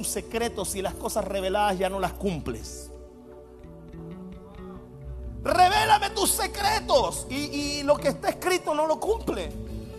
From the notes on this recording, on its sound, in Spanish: Mensaje Grabado en Vivo